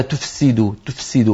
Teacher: فتجد بأن الفاء تخرج ضعيفة والسين باعتبارها فيها صفير وقوية تطغى عليها